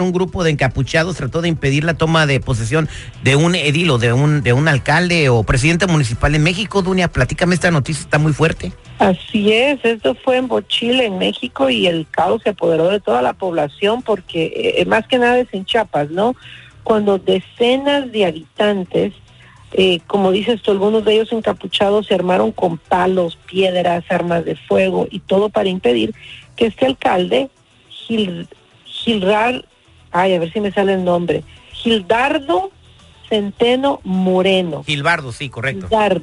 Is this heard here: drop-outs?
no